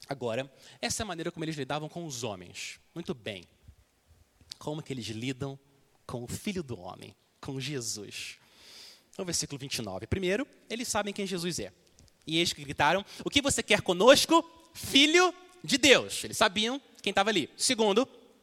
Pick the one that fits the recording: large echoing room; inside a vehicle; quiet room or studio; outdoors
large echoing room